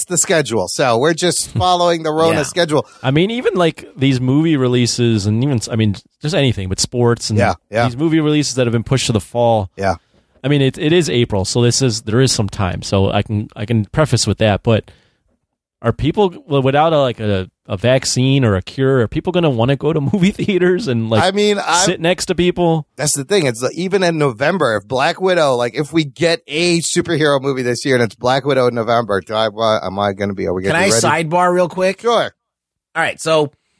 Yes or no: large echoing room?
no